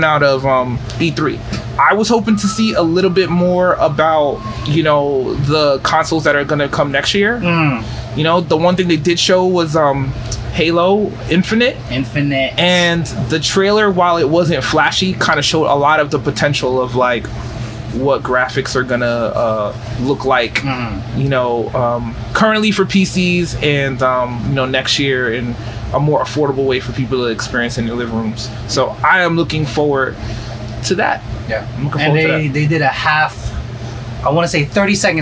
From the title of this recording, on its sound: Live in Restaurant